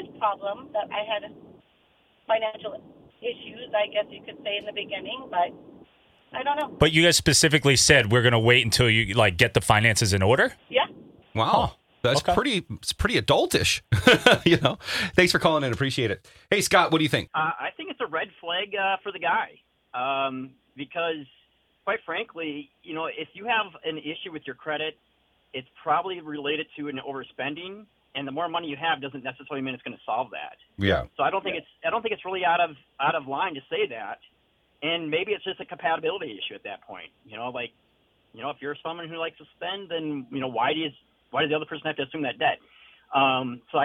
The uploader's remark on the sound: Lets Take Some Calls